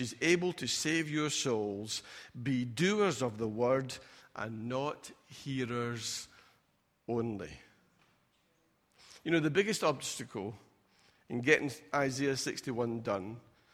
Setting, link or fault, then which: setting, large echoing room